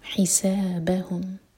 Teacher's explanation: ح حلق سے سا مد تبعی، با ایک حرکہ اور پھر ہم.